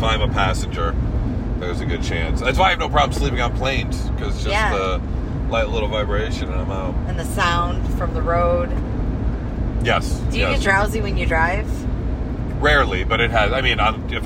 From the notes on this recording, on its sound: Take a special trip up to the U.P for a live show and have special traveling podcast for you made in the car!